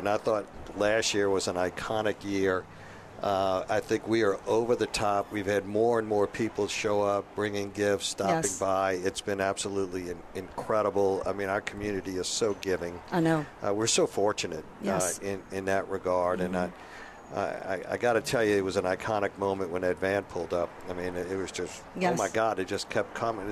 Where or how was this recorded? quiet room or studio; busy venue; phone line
busy venue